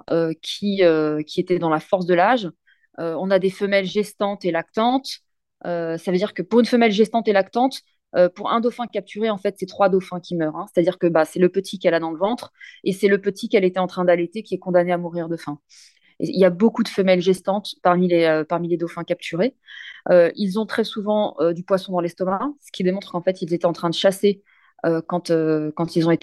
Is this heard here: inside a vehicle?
no